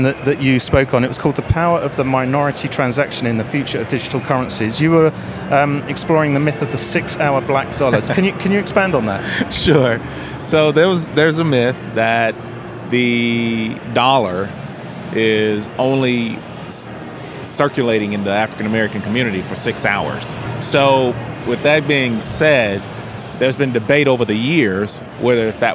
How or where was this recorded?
busy venue